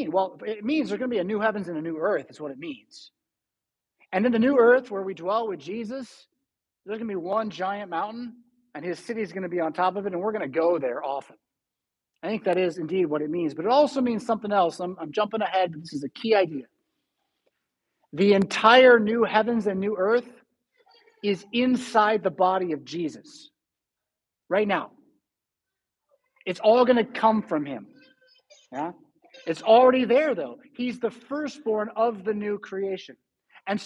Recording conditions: large echoing room